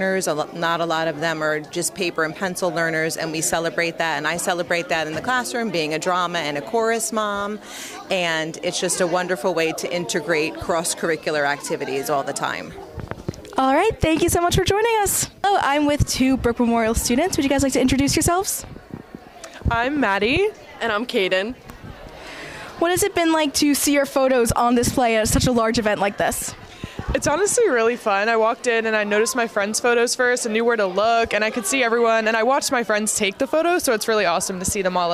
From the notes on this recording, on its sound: Inside Look at the Brick District Arts Fesitval. Take a walk through the District Arts Festival.